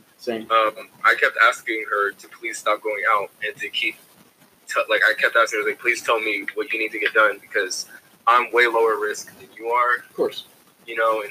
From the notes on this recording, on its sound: The (first) Social Distancing Episode. Apologies for the shoddy audio!